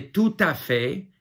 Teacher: So if you say tout à fait, it's tout, all, tout à fait, you know, by all means, tout à fait, it's almost as if the ta is the next word, but it isn't. · Term: liaison